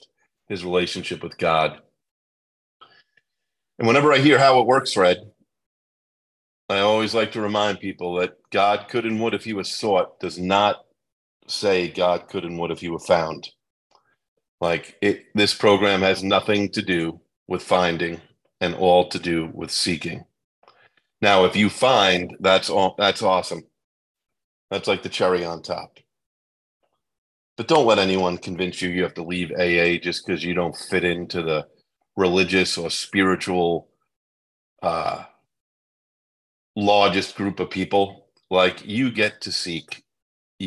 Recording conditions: video call